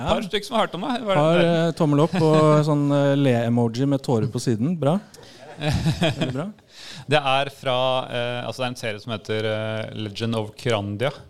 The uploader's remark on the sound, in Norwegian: Dette er det et lydopptak fra liveshowet.